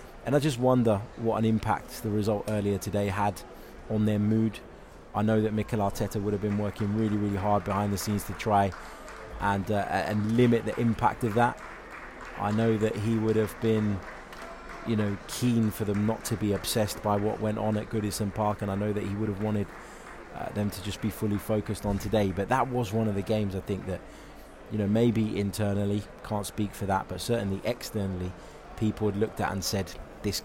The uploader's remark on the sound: reacts live from Emirates Stadium